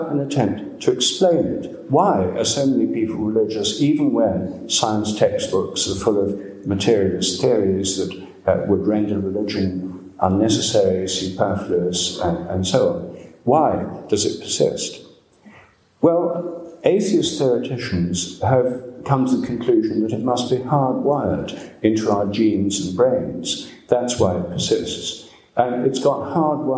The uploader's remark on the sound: Dartington Great Hall, Devon, January 28, 2015.